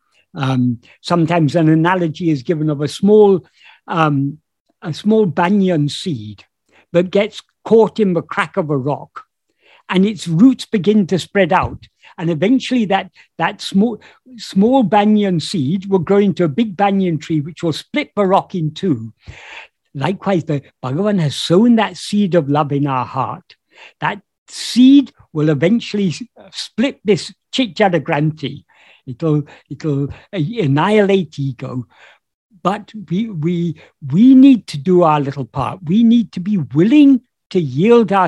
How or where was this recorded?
video call